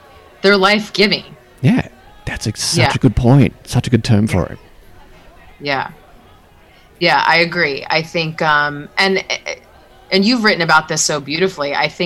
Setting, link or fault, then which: setting, busy venue